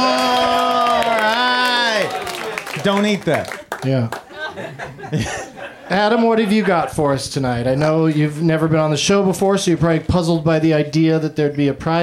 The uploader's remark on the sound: Live from the UCB Franklin